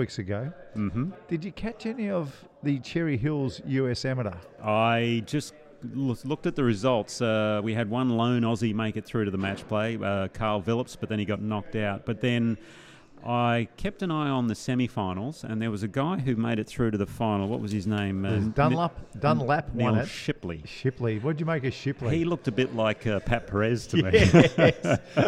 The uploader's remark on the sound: We’re live from the Melbourne Golf Park (formerly the Albert Park Driving Range) today overlooking the driving range, it’s a great spot for the podcast - we’re in the lounge area near the bar (obviously) looking out over the range. Because we’re live from the Melbourne Golf Park and he can smell pizza’s being cooked in the kitchen.